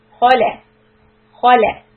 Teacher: So kha heavy, back of the tongue goes up.